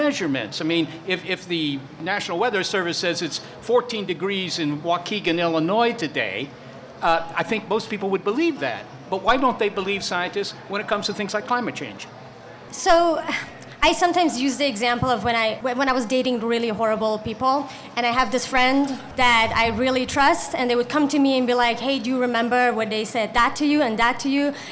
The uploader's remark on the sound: In a show recorded before a live audience at the Seattle AAAS meeting, and co-presented with the BBC World Service.